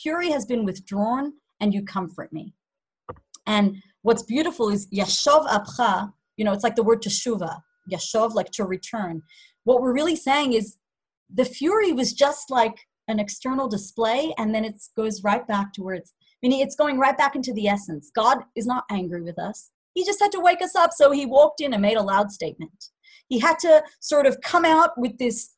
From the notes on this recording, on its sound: Zoom Class